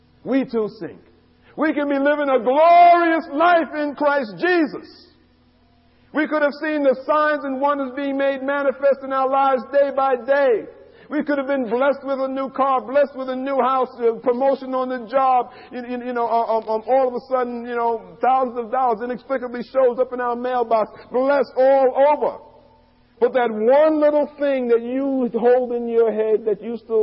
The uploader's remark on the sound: These radio broadcasts were recorded from our live church services in New York